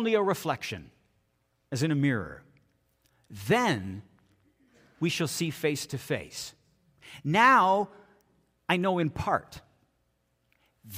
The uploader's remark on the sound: This is audio taken from the April 30, 2023 Sunday sermon at FBC Charlottetown PEI Canada.